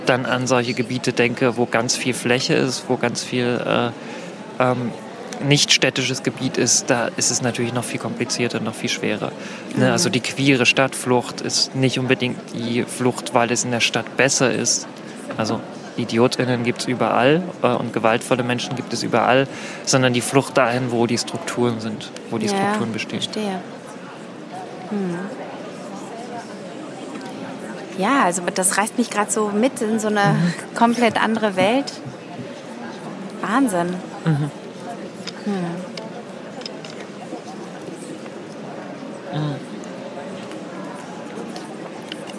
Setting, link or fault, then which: setting, busy venue